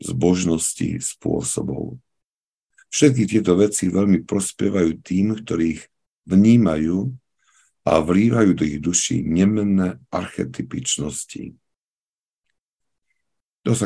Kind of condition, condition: link, video call